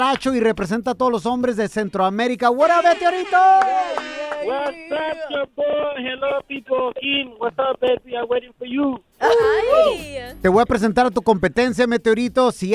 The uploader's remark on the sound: We opened up the phone lines. Pranks a telemarketer who called in the studio trying to sell car warranty!